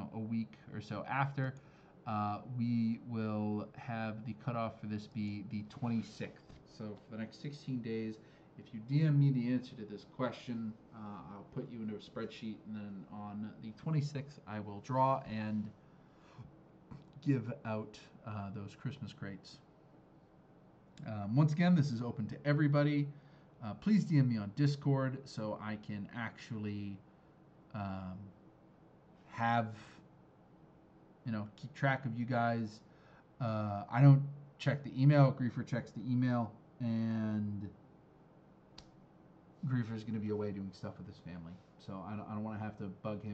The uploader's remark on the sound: the audio for this week is scuffed, during our test recording session, OBS used my default mic, and when I started recording for real, for some reason not known to man it swapped to my webcam, sorry about that.